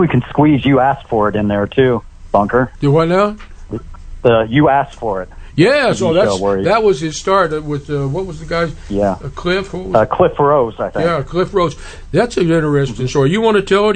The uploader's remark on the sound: Guesting over the phone with us